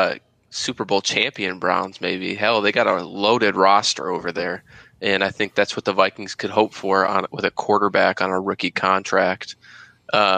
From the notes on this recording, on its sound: In the truck and joining the crew